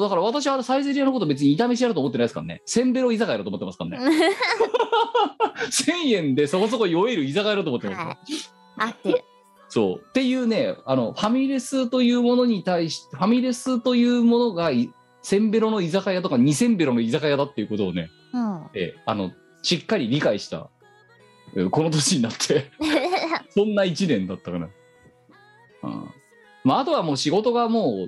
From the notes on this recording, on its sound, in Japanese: 本番組はリモート収録です。収録時環境の影響により、聴き取り辛い部分があります。またまたまた月曜夜収録。収録時環境の問題により、一部会話が聴き取り辛くなっております。途中でノイズ等入りますが、収録時のものです。